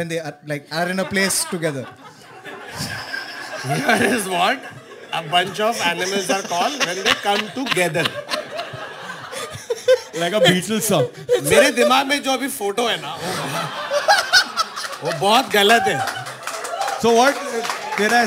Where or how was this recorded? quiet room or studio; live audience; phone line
live audience